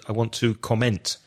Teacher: You use the word, the verb, to comment, but you put the stress on the second syllable. You said, I want to comment.